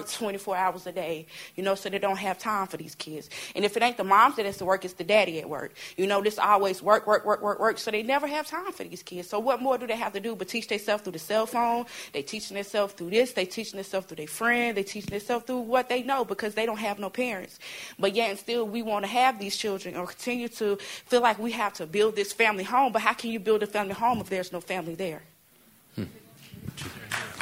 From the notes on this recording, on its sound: This community forum explored. Panelists and audience members discussed.